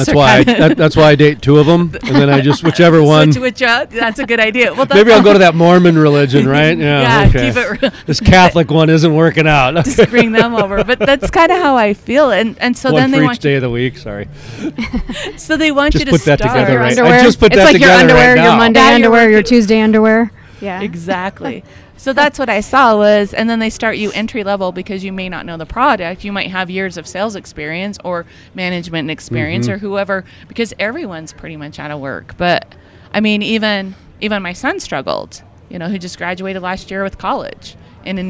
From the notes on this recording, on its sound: live from the Permian Basin Association of Pipeliners Annual Cookoff in Odessa, Texas